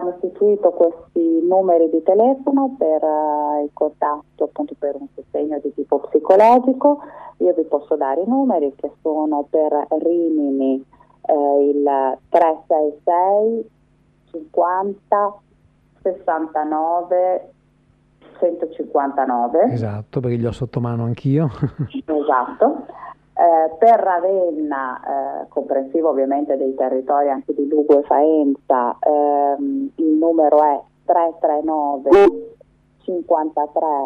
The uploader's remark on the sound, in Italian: TELEFONO O SKYPE.